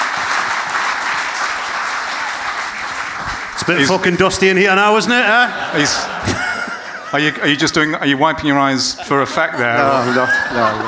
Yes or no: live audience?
yes